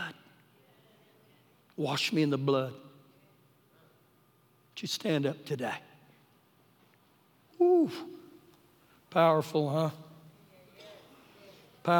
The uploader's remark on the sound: Recorded live during our Sunday morning service.